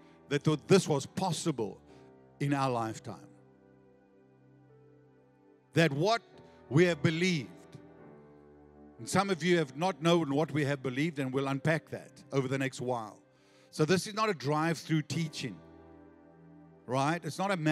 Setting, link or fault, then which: setting, large echoing room